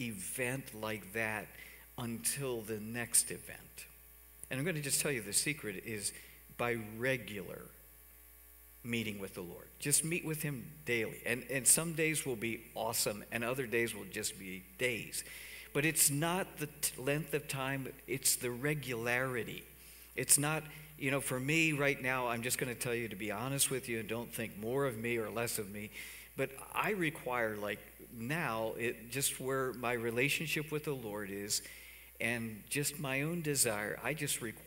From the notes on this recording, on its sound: Cornerstone Fellowship Sunday morning service, streamed live on February 7, 2021, Wormleysburg, PA.